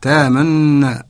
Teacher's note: الإشمام فهو ضم الشفتين مع الشدة للنون تامنا يضم حد شفتيه لأنه يشير إلى أن هناك ضمة في الأصل هي آخر الفعل المضارع تامنوا.